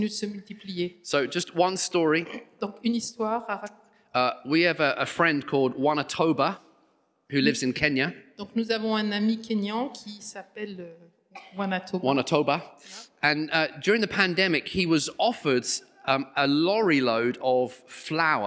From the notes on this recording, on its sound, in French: Enregistré à l'église CVV